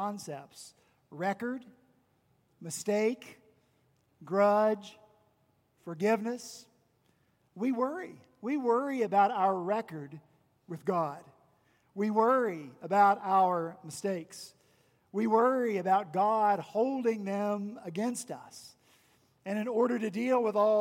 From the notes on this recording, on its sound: on Sunday, June 2 at Redeemer Presbyterian Church in Charleston, SC